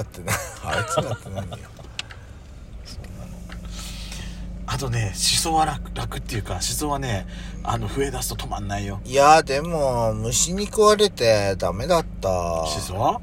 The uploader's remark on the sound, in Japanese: パーキング収録